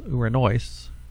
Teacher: the accent is on the diphthong omicron iota in the final syllable